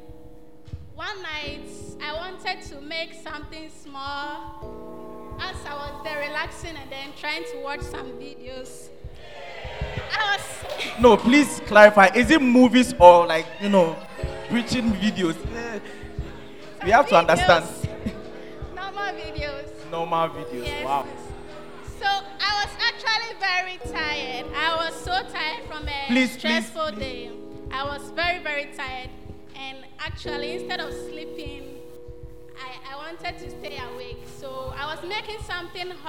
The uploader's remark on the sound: Preached at First Love Center; Ayeduase